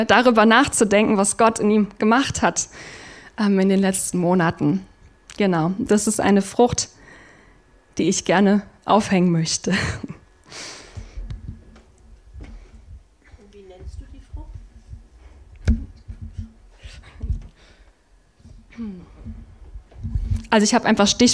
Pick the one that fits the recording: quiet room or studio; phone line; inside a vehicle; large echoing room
large echoing room